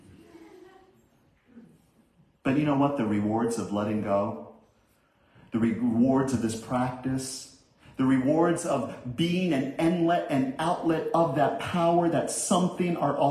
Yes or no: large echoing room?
yes